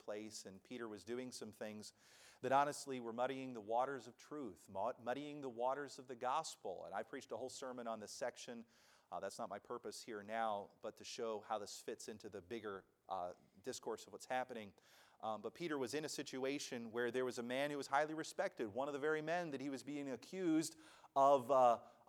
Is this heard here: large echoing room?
yes